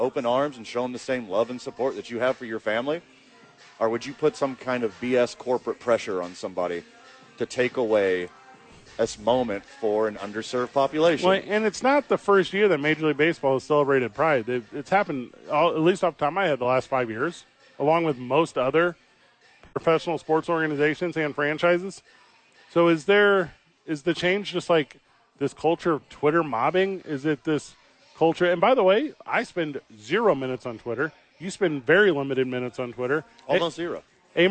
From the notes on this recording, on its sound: live from Hollow Spirits